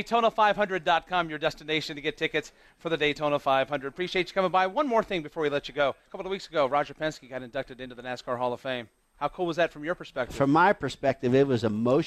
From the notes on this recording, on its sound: Live from Daytona Outback. Listen to our broadcast from Daytona Beach, Florida with the stars of NASCAR.